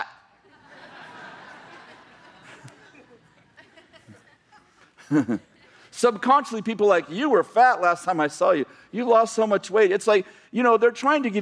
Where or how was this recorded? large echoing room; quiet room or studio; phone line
large echoing room